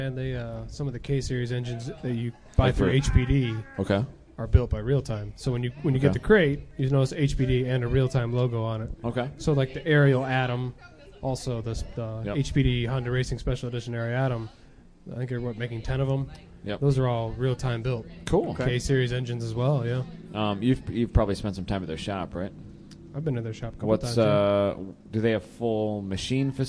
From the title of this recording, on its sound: Live from HondaMeet15